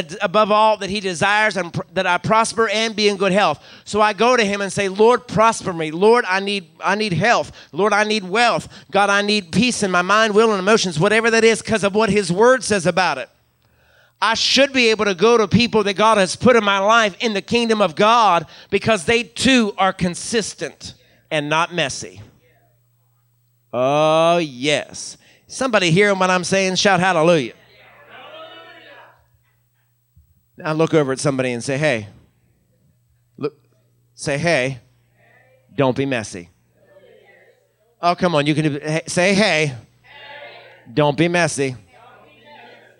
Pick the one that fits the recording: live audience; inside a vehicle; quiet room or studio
live audience